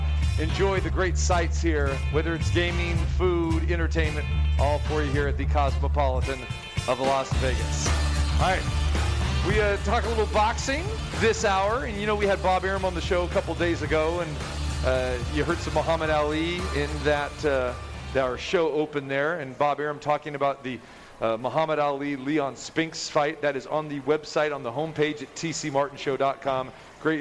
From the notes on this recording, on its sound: Live From The Cosmopolitan